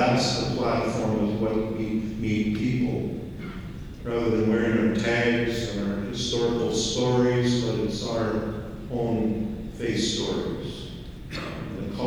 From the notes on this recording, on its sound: This is one of his plenary sessions at the Our City Scarborough Conference held at Global Kingdom Ministries in November 2023.